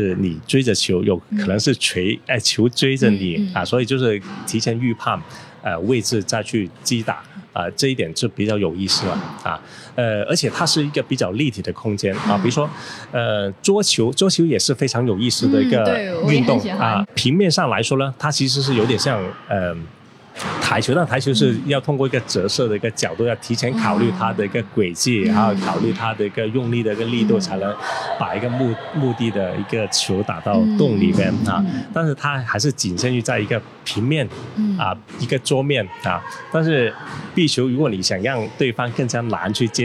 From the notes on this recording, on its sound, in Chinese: 位于佛山地区的番茄壁球会。由于本期节目为户外采访，收录时球场环境噪音较大。